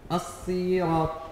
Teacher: إشباع الكسر في الصاد حتى تصبح ياء